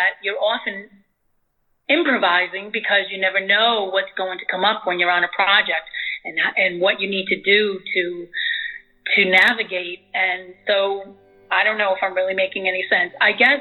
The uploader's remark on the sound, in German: She is in Germany this summer and we spontaneously recorded this interview. Am Telefon befragt.